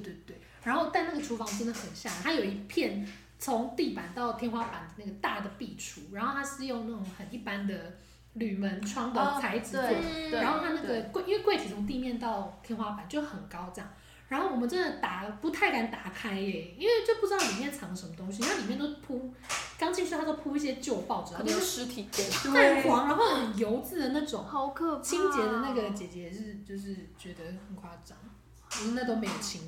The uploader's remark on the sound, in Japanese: 音量、音質努力改善中